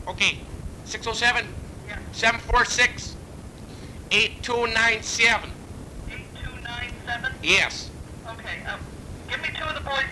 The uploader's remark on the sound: Prank Phone Calls Collection.